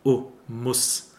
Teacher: Today we would write muss with a double S because it's a short opened U sound.